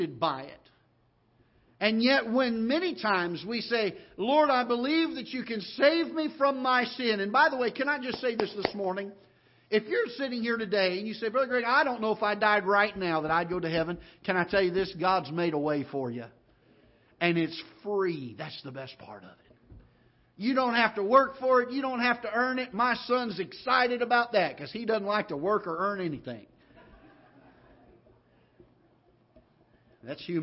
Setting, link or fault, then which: setting, large echoing room